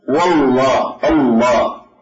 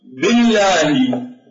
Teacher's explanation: مثلا نحن عندما نقول كلمة والله، عندما نقول كلمة والله في حالة القسم، فهنا اللام مفخمة · Shown in: first take · والله الله، بينما عندما أقول بالله فاللام هنا مرققة.